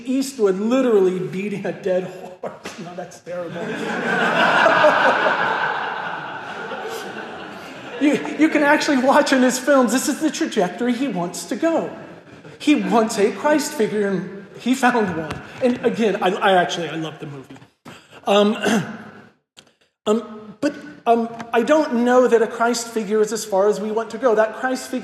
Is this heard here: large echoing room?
yes